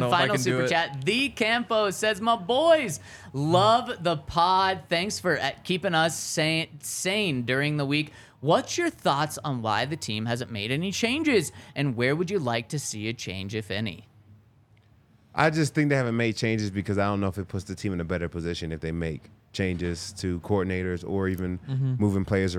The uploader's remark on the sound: coming to you LIVE from the DNVR Bar